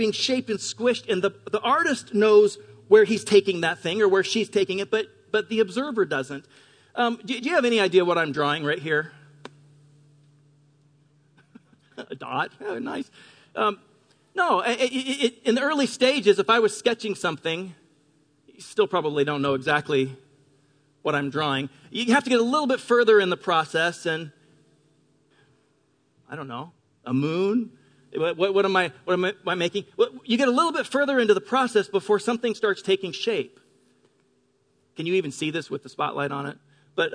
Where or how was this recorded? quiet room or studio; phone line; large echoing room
large echoing room